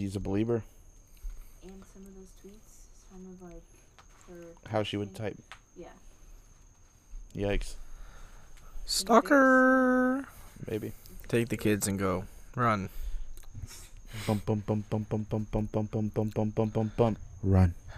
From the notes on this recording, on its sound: Recorded on Halloween, and on the porch.